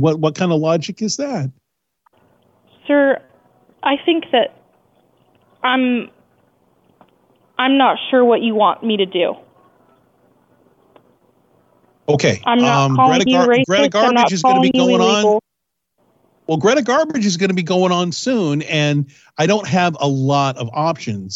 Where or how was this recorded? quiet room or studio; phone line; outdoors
phone line